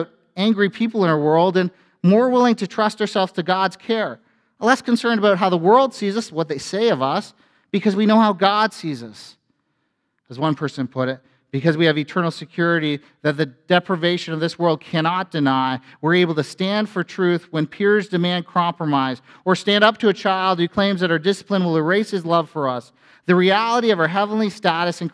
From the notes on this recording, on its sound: A sermon from FBC Church in Cobourg,